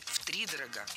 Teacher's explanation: Правильный вариант – с ударением на первом слоге.